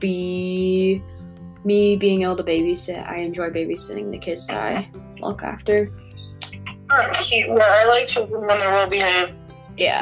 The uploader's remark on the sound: we are still social distancing so we are calling sorry if the audio is crappy!!